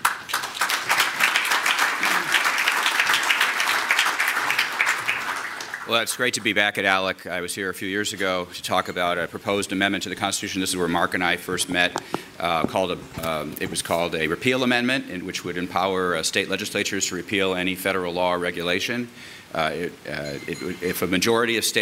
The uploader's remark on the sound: At a 2014 panel given before a group of state legislators